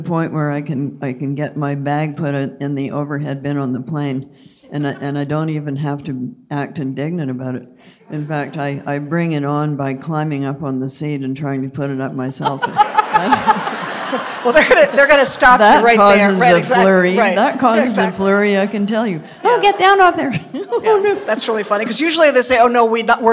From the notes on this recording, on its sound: The conversation was recorded in front of a live audience at Symphony Space.